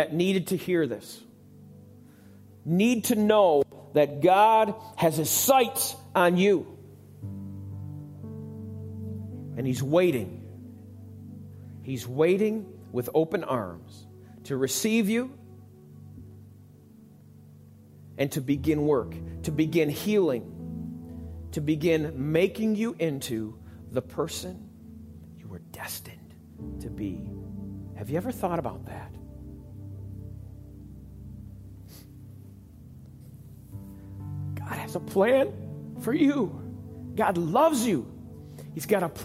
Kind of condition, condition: setting, large echoing room